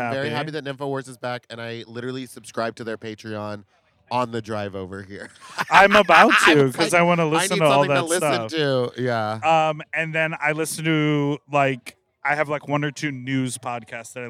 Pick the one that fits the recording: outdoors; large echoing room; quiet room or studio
outdoors